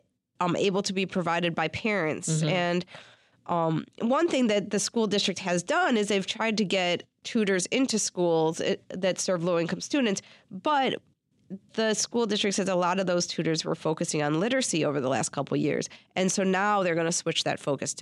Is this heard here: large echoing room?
no